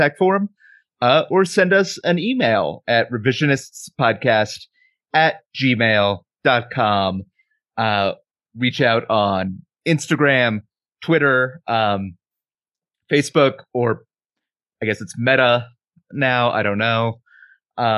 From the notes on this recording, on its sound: We ended up having to use the Zoom audio of this call, so the audio quality is not where we want it to be.